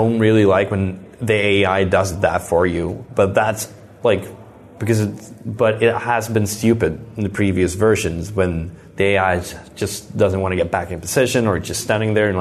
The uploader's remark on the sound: Live from the FIFA19 Capture Event.